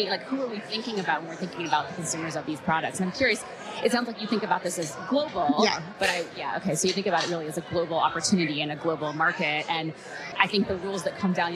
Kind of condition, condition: setting, busy venue